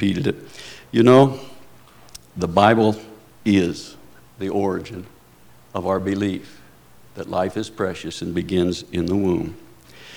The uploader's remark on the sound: Preached at Paradise Valley Christian Church.